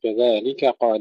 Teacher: نرقق الكاف ونفخم القاف